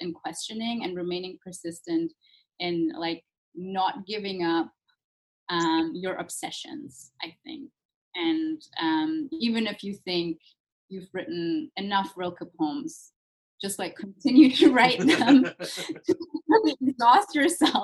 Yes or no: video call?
yes